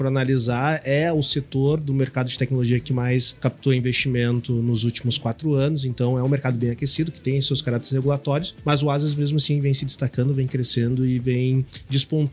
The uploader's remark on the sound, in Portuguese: gravado durante a Gramado Summit